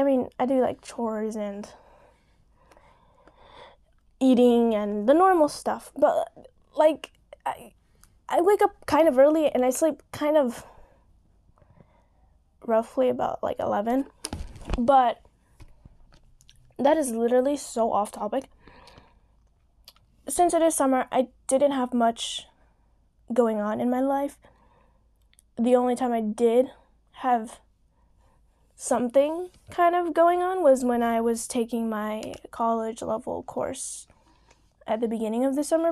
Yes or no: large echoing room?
no